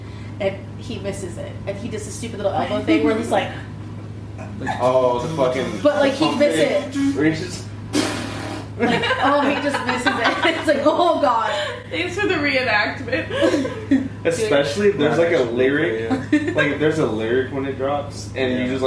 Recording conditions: poor sound quality